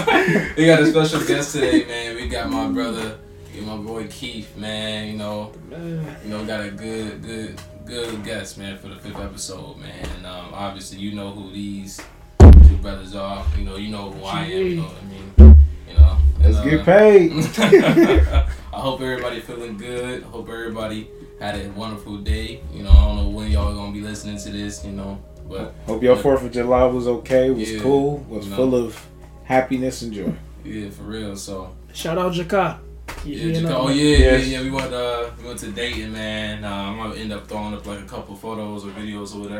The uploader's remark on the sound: We were experiencing some technical difficulties